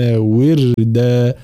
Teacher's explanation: را ساكنة مسبوقة بكسر فإننا نرققها فلا نقول وردا، لا وردا هكذا.